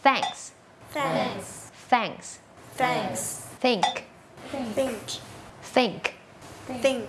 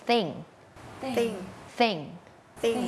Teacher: เสียงแบบ unvoicedคือออกมาแค่ลมเราเอาลิ้นเนี่ยมาวางตรงกลางระหว่างฟันบนกับฟันล่าง